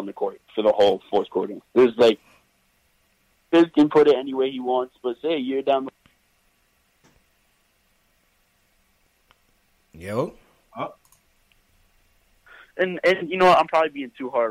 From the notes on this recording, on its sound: Knicks vs. Blazers Post Game Live Reaction & Fan Phone. Take live phone calls from fans around the world.